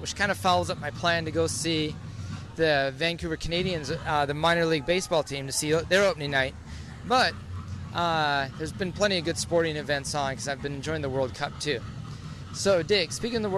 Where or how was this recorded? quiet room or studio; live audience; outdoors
outdoors